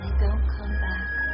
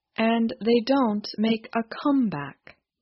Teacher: She put stress on the word back. · Shown in: first take